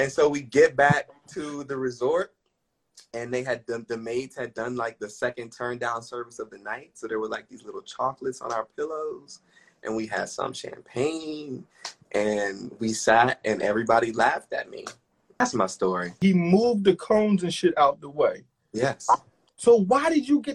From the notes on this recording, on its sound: Live on Instagram